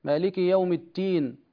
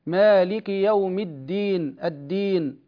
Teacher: مالك يوم الدين، طبعا هنا الدال حرف مجهور، الدال حرف مجهور، الفرق بينه وبين التاء شيء بسيط، وهو أن الدال مجهورة والتاء مهموسة، التاء مهموسة، وبالتالي لو تهاون القارئ في جهر الدال صارت تاء · Shown in: first take